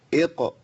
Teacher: يعني اما اجي عند الساكن اما اقول اقترب، القاف هنا في المرتبه تحت شويه، ليه؟ لان قبلها مكسور وهي ساكنه